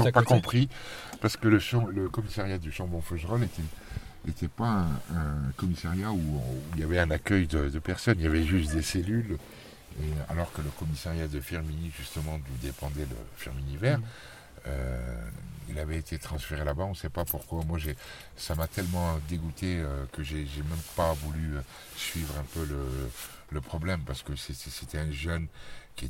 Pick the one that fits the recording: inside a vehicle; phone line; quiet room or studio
inside a vehicle